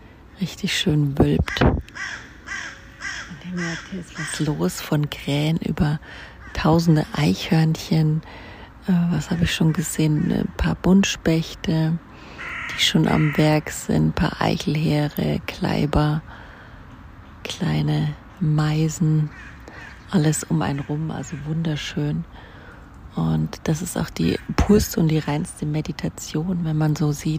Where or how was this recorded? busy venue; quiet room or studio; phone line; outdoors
outdoors